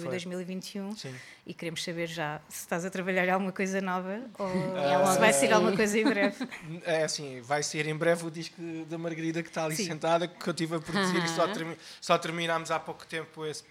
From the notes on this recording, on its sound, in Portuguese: … Ao Vivo na Chasing Rabbits